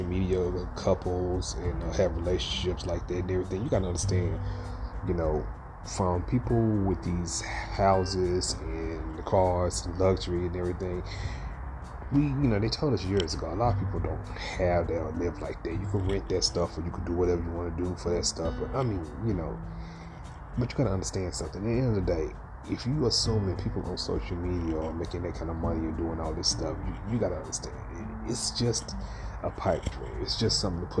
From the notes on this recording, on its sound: In the episode we're coming live from under a night sky.